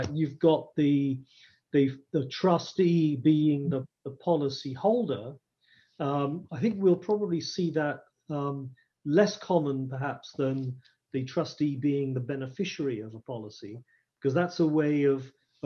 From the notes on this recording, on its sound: Webinar audio recording dated 8 Dec 2020.